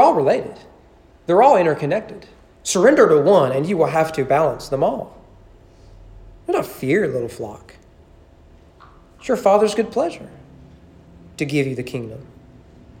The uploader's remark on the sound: Sermon preached on February 7, 2020 during evening worship.